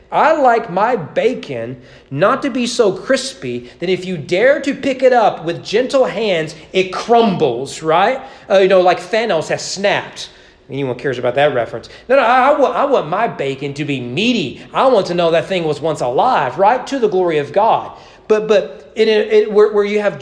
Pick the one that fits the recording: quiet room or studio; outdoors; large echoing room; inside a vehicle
large echoing room